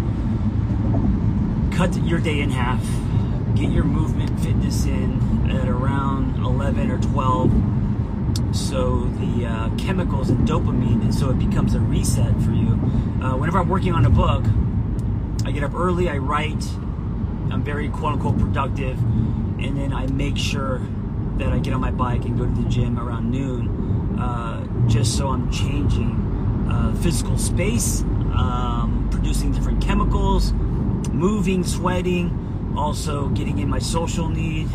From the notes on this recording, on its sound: an Instagram live on the go